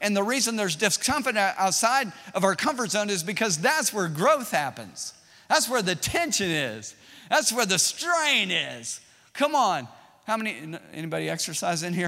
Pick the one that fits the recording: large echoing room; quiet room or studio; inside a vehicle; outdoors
large echoing room